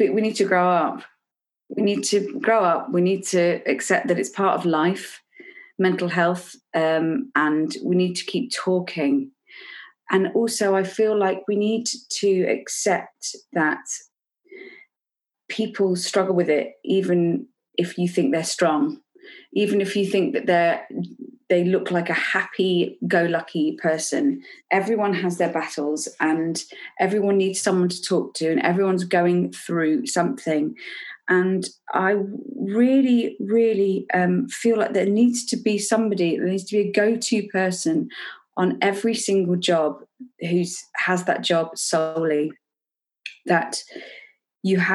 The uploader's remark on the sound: This episode was recorded over Zoom.